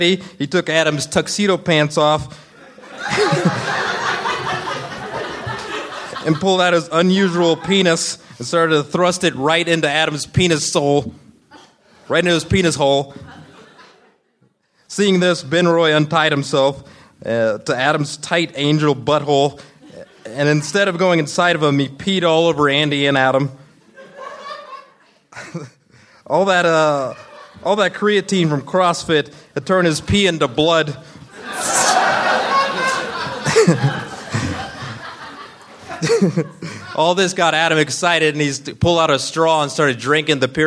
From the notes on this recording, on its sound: Recorded at the Bug Theater in Denver, October 13,2013.